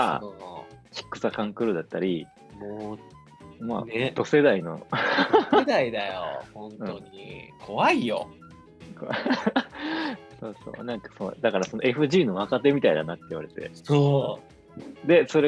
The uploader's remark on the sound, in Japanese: 今月は、名古屋、北海道でのリモート収録！